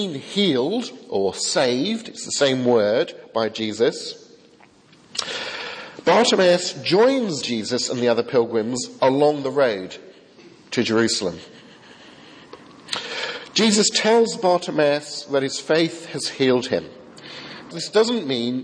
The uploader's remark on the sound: from the 8 am service at Highfield Church Southampton, Sunday 15th Febuary 2015.